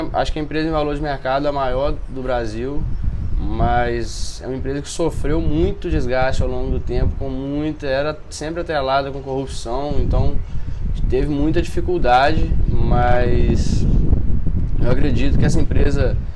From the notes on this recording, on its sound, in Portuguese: Na gravação tivemos um pouco de problema em relação ao vento, que atrapalhou o audio em alguns momentos.